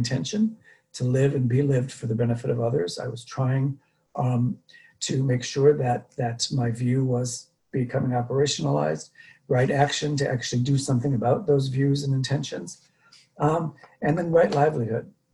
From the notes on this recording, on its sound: Dharma talk via Zoom.